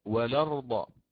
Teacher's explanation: أصلها الأرض، أخذ الفتحة من همز القطع ونقلها إلى اللام الساكنة قبلها لام التعريف، فصارت ولرض هكذا. · Term: النقل